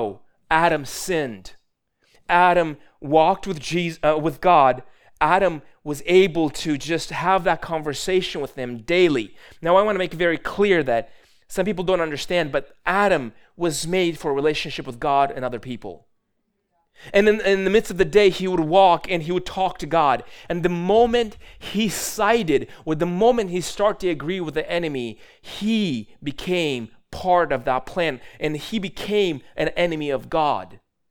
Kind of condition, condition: setting, large echoing room